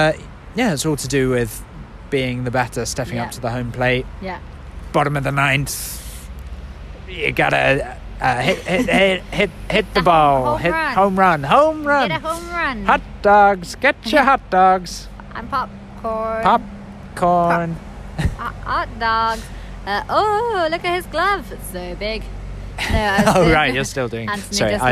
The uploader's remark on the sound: Live! From a park in Angel, hence the traffic noise!